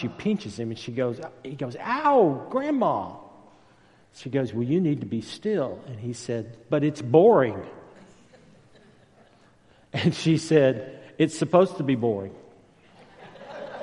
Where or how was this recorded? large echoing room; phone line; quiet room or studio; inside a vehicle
large echoing room